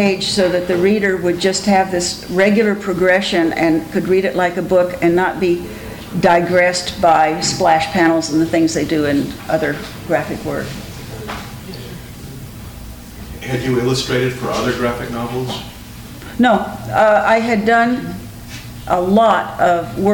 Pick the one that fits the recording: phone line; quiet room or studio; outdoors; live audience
live audience